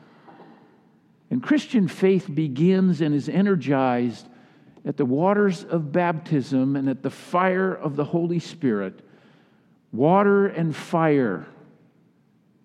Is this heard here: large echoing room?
yes